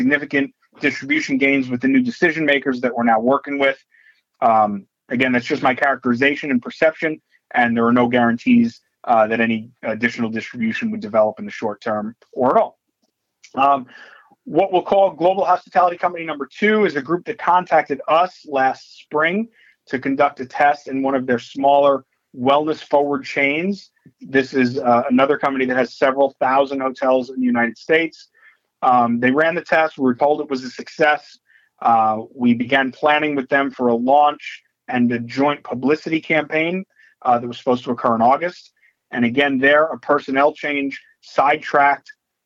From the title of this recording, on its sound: Nightfood March 2023 Conference Call